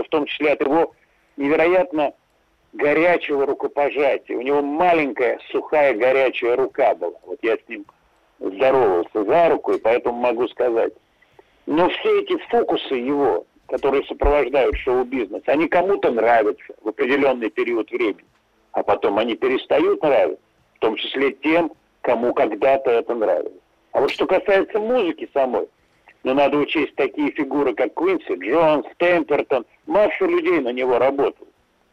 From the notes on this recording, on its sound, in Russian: По телефону.